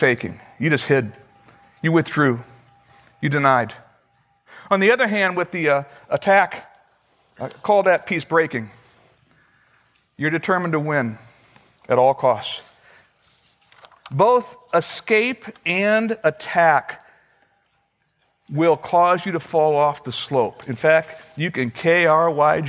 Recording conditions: large echoing room